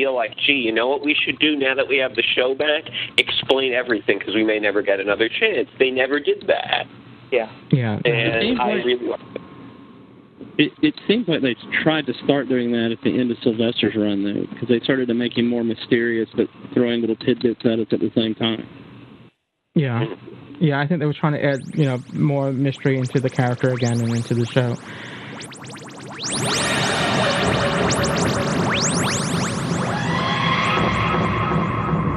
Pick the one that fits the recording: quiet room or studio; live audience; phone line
phone line